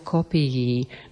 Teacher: Kopií má takisto dve i za sebou v podstate cez to j, ťažko vysloviteľné.